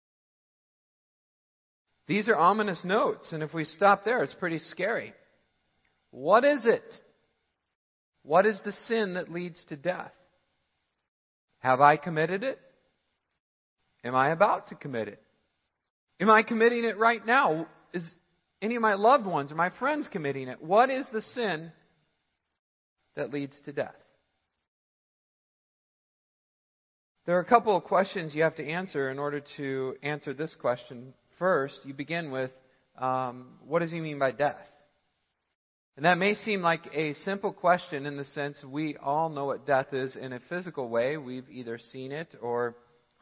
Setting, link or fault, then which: setting, large echoing room